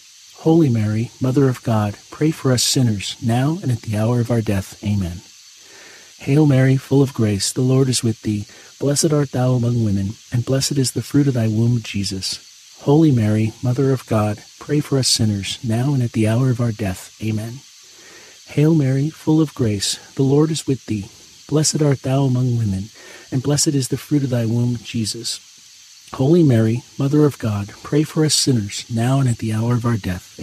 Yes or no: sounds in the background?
yes